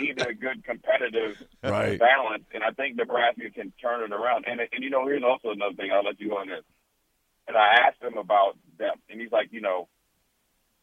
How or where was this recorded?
phone line